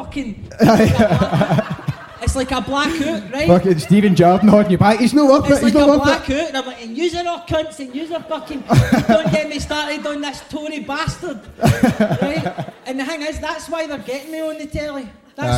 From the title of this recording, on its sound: Live at St Luke’s